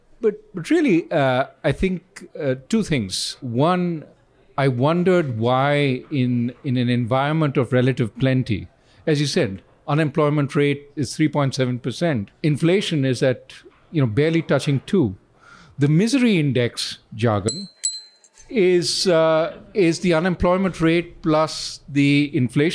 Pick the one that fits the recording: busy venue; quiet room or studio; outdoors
busy venue